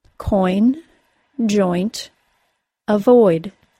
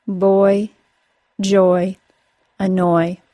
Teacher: The OI sound ends in a brief Y sound and is pronounced as oi.